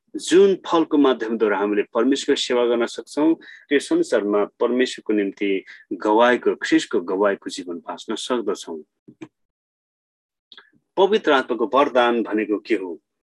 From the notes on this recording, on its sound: zoom class